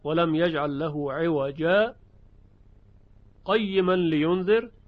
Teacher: که در عوجا به میزان دو حرکت صدا رو قطع میکنیم، نفس هم نمیکشیم، این رو بهش میگن سکت.